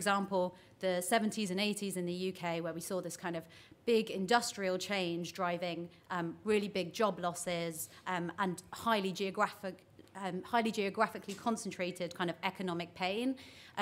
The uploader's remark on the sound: Session 2 at The Economy 2030 Inquiry conference.